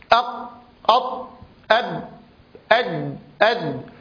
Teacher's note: أحرف مجهورة، يعني فيها اهتزاز في الأوتار الصوتية يصحبها زمير في حالة خروجها من مخرجها، وكذلك فيها انحباس للنفس أو للصوت حالة خروجها من مخرجها. · Term: القلقلة